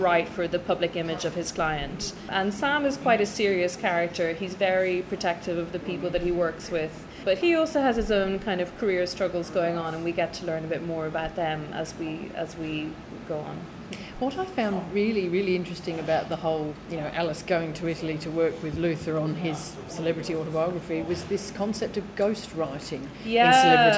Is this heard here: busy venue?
yes